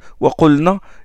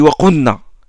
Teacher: Il rentre le lem dans le noun · Shown in: second take · Waqunna parce qu'il euh, récite rapidement.